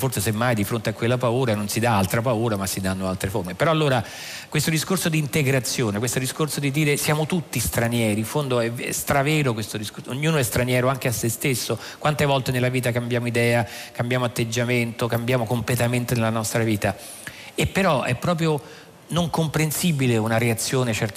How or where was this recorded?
busy venue